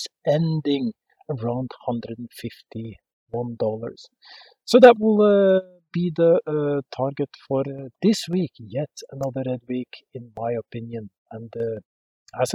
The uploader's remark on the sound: This episode is recorded outside in the mountains on the western coastline and this affects the sound quality.